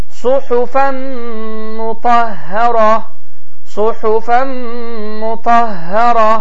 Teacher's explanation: Suhufən sözün sonu ənlə bitməsinə baxmayaraq biz bu nı səsini oxumuruq, mimə idğam edirik. Yəni iki dəfə oxuyuruq və şəddə qoyuruq, qoşalaşdırırıq və bu zamanda idğam məl ğunnə və idğam bi ğunnə qaydası baş verir.